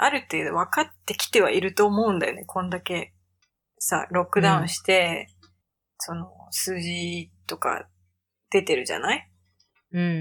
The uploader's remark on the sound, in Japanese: タイピングの音など、雑音がおおくてすみません！家族がWFH中ということでお許しを……